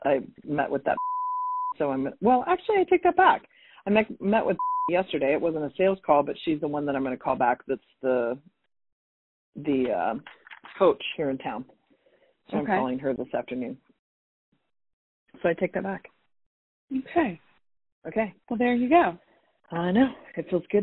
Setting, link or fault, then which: link, phone line